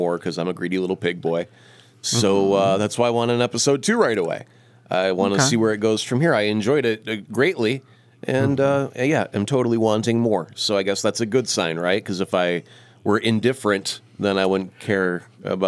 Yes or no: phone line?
no